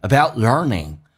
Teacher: T 去掉，这叫略音，后面是以辅音开头，所以两个辅音在一起就用放后面一个 about learning.